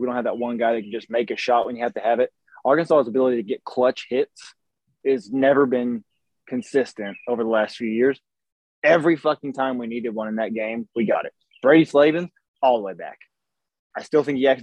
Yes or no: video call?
yes